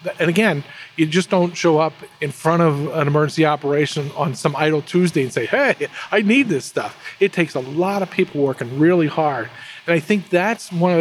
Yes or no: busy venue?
yes